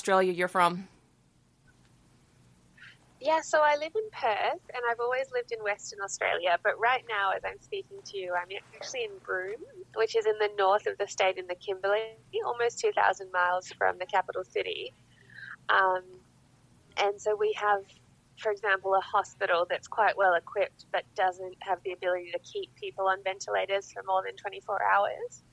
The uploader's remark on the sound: recording via a facebook messenger call and a blutooth speaker up against a microphone